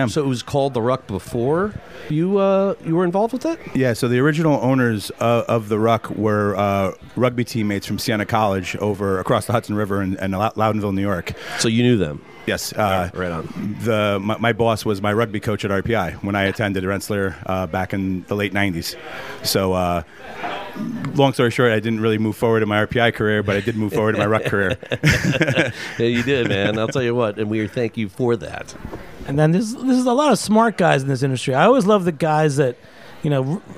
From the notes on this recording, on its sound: recorded during NYC Beer Week 2019 at Brooklyn craft beer stronghold The Gate